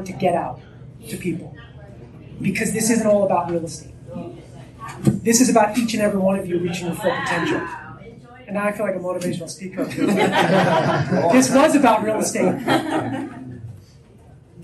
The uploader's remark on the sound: At an in-person real estate investor meet-up. This LIVE was recorded at a Real Estate Investor Meet-up Presentation.